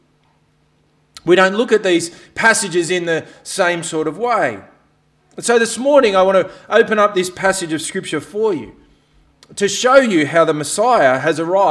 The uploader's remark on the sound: This sermon was preached on 17th September at all of Helensburgh and Stanwell Park Anglican Church.